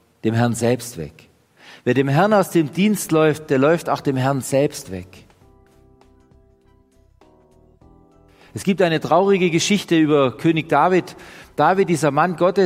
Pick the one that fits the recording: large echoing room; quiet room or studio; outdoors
large echoing room